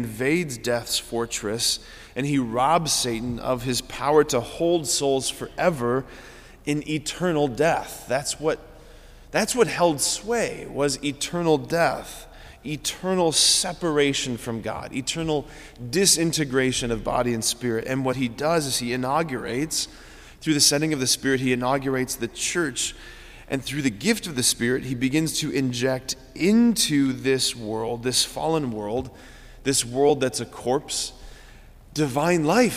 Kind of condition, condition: setting, large echoing room